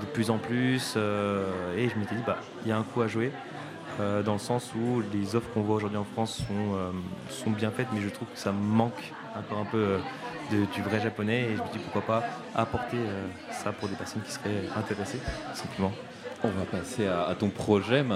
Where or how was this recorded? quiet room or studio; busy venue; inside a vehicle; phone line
busy venue